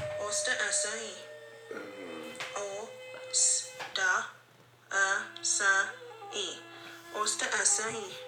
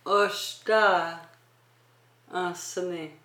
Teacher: Anytime there's an S, there is an H implied after that S in this dialect. · Shown in: second take